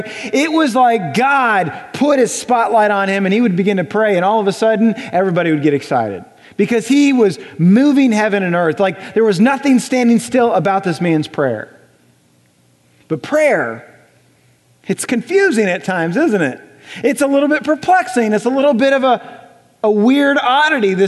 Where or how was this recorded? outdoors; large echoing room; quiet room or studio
large echoing room